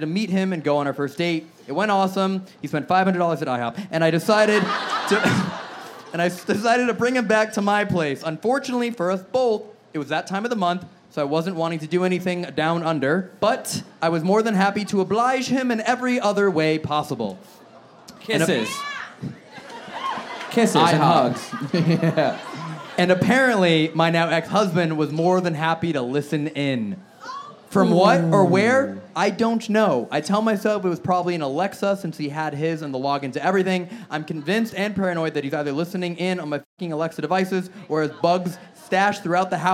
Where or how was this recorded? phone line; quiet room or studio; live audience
live audience